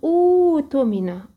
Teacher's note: احنا قلنا لو على حسب ثالث الفعل، تمن هنا ثالث الفعل مضموم فبضم همزة الوصل، فهنا بحول الهمزة الساكنة اللي هي همزة القطع الساكنة حرف مد من جنس حركة همزة الوصل